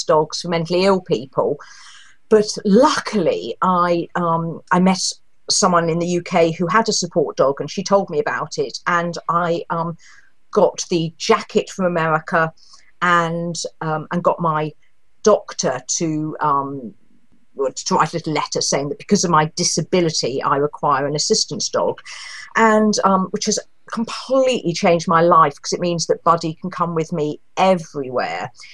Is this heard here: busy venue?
no